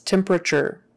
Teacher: That T is typically pronounced like a CH. If you were to pronounce it with a regular T, it would sound like temperature, but no one says it like that.